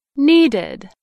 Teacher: needed has an id sound at the end. That is because the verb need ends in a d sound.